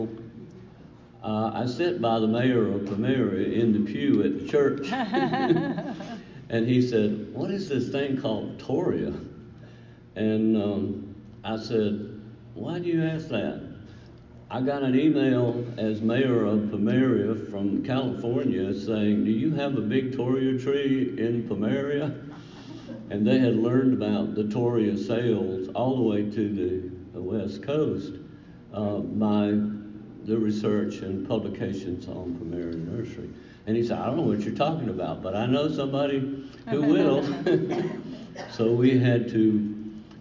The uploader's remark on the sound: This lecture was presented to the Garden Club of South Carolina, Inc at the West Sandhills District Meeting.